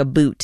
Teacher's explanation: And some Upers and Wisconsinites share this thing called Canadian raising, which is basically where you say things like a boot instead of about